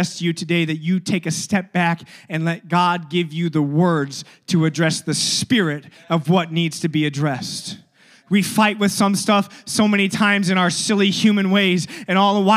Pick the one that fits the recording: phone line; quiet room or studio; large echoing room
large echoing room